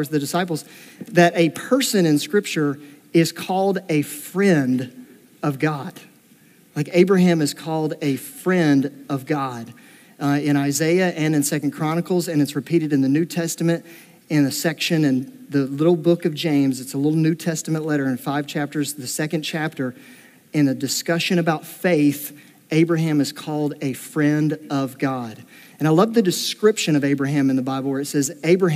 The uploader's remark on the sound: This recording was taken from a Sunday morning Gathering on October 2, 2022.